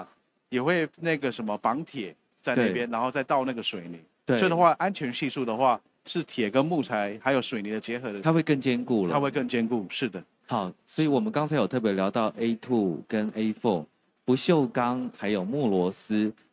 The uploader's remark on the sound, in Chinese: 本集節目搭配2023年台灣國際扣件展（FASTENER TAIWAN 2023）5月3日至5月5日在高雄展覽館現場錄製。